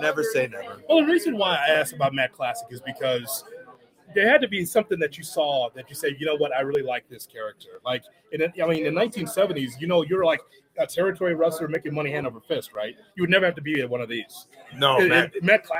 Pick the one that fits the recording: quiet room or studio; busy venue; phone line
busy venue